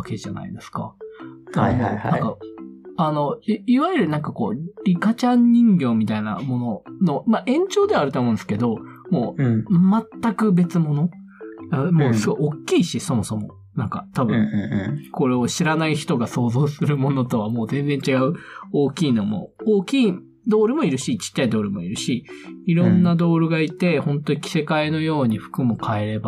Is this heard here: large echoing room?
no